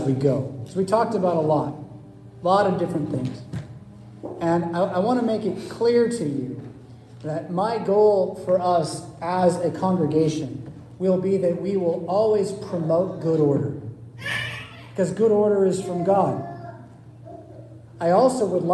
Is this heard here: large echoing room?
yes